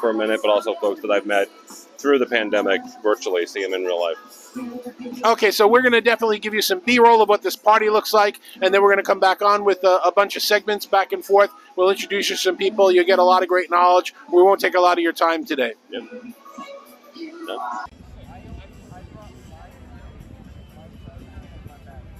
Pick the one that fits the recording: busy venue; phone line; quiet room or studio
busy venue